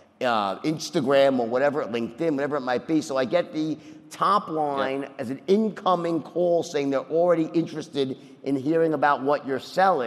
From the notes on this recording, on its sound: Interview on the stage at FreightWaves LIVE in Chicago.